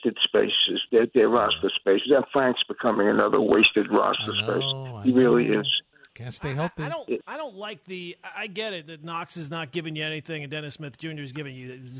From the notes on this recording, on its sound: They also take phone calls